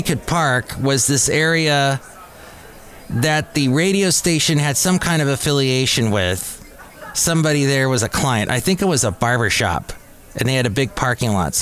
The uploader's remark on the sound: podcasts live from Café Anyway